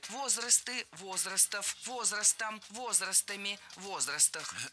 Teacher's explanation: Перед нами существительное с неподвижным ударением на основе. То есть ударение всегда падает на «о» в первом слоге